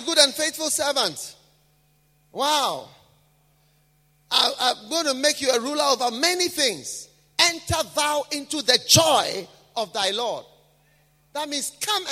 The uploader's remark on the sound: Preached at a BENMP service in London, UK.